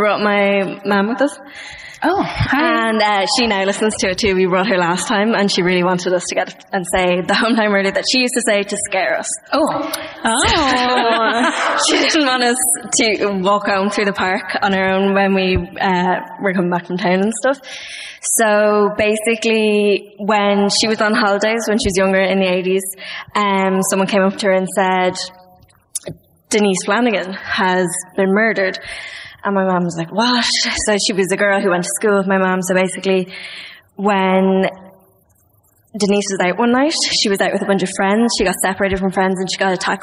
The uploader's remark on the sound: Live at the Bord Gáis Energy Theatre in Dublin